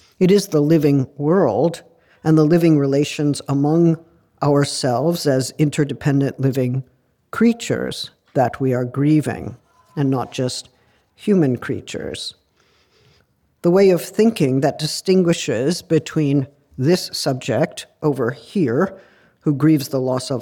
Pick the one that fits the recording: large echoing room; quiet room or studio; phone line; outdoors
large echoing room